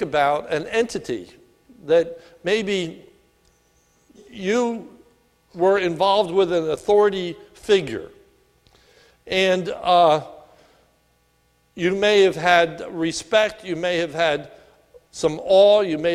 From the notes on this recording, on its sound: This sermon was recorded at the Lebanon Bible Fellowship Church in Lebanon, PA on 6/3/2018 during the evening service